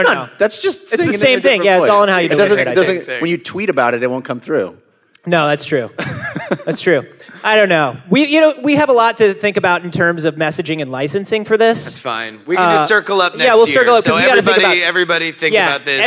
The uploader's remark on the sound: This one was recorded live at the PAX South convention in San Antonio Texas, and consists entirely of questions from the audience.